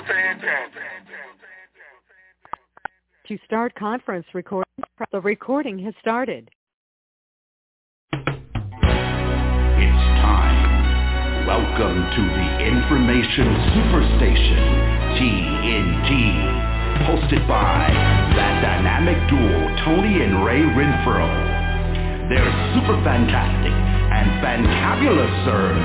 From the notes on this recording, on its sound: Conference Call